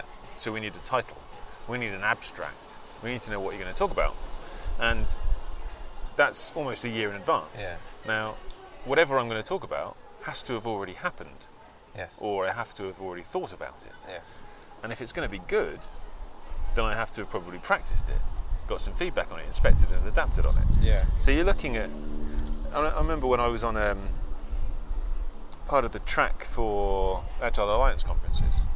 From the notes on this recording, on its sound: As we reach the fag-end of the British summer we managed to grab a face to face drink outside a cidery (hence the periodic burst of wind across the microphones) on the outskirts of Cheltenham.